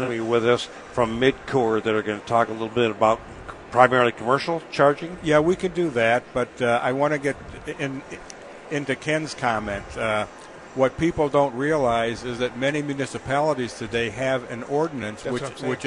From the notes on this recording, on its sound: The guys are live from the Detroit Auto Show.